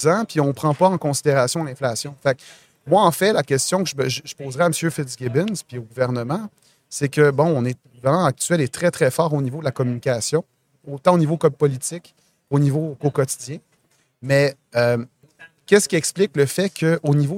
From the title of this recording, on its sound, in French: en direct de Stratégies PME